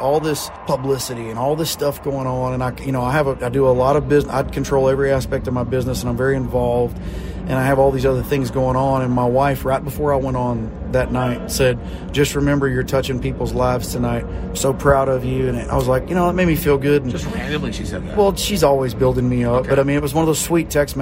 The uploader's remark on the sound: If you were at Pechanga arena on Friday night, you caught an amazing show. We chatted with him backstage before the show.